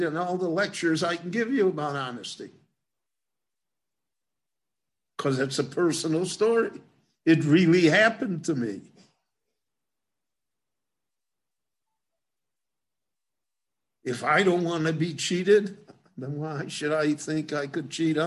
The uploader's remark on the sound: Book Launch. This lecture was given in Jerusalem.